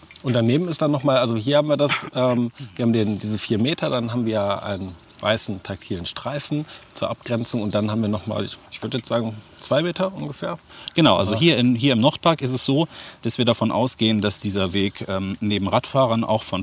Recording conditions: phone line